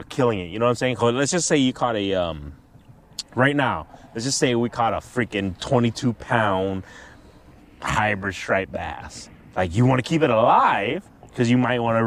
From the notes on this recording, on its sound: It's been a while since we tried to catch fish and record a podcast, try being the keyword here... Our continued weird weather here in Iowa.